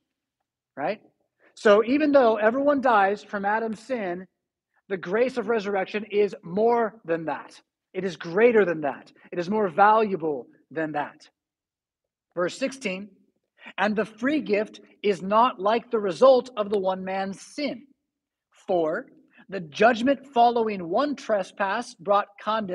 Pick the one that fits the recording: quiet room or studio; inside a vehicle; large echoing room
large echoing room